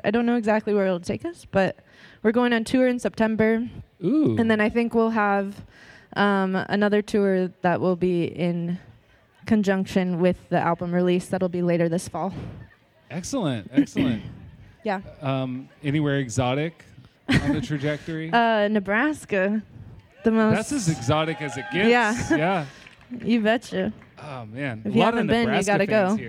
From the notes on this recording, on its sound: All recorded in front of an audience behind the Historic Carnegie Library in Olympia.